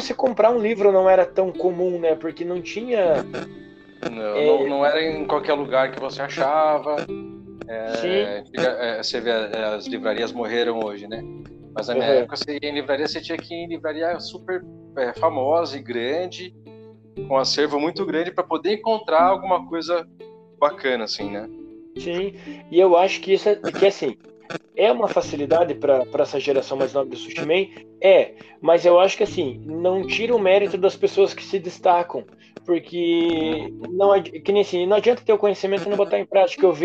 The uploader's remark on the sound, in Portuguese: Me perdoem as falhas no Áudio...